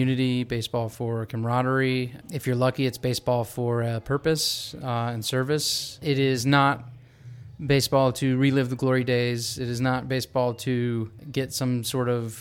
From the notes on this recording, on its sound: An audio montage captured at the 2023 Sandlot Revival in Durham, North Carolina. An audio montage captured at the 2023 Sandlot Revival in Durham, North Carolina.